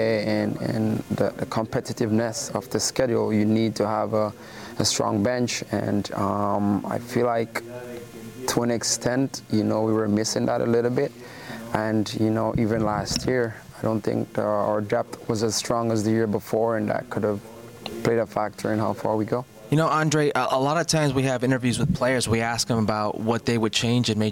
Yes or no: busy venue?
yes